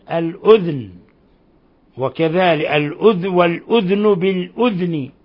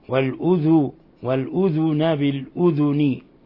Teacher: وقرأ نافع بإسكان الذال من والأذن · Shown in: first take